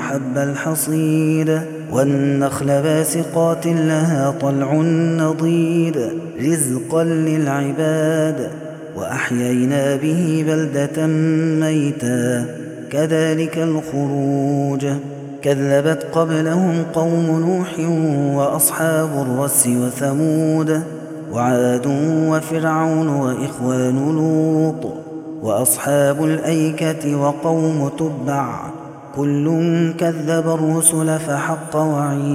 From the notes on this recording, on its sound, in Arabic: هذا التسجيل من صلاة التراويح